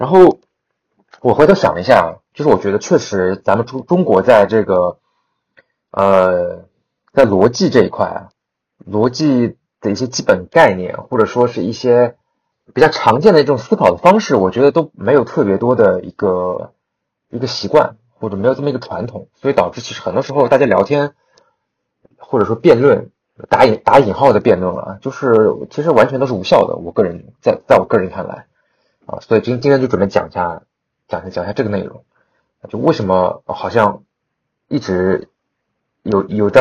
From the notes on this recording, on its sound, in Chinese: 本期因为主播感冒和设备因素，录音质量有所瑕疵，请大家见谅。